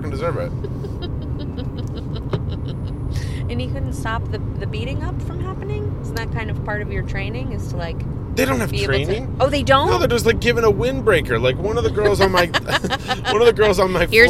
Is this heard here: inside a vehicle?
yes